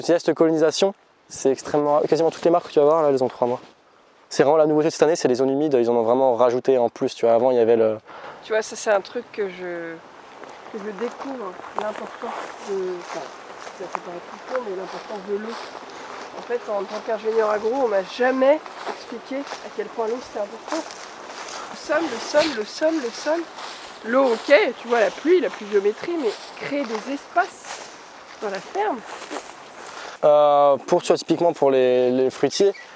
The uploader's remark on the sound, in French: Balade à la Ferme du Grand Laval